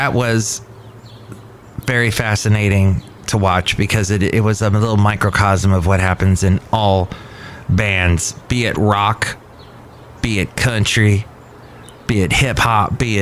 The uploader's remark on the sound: podcasts live from Cafe Anyway